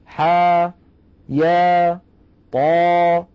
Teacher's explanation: ثانيا أحرف حي طهرة وينطق كل منها على حرفين، ثانيهما حرف مد ويمد بمقدار حركتين